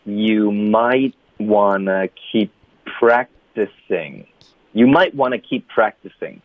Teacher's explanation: might 这里呢是舌尖的停顿、keep。这里呢是嘴唇的停顿、practicing 这里呢是舌根的停顿 · Term: 干脆停顿